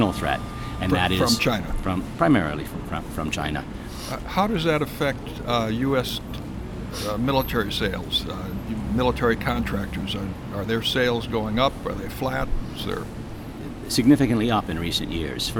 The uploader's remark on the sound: In an interview that took place outside of a Starbucks in downtown Tokyo